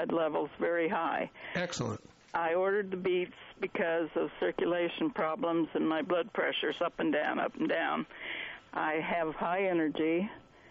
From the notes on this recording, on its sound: take phone calls from listeners with health concerns!